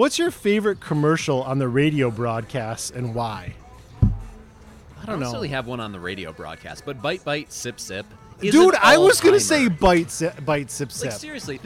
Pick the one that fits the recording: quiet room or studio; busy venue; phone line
busy venue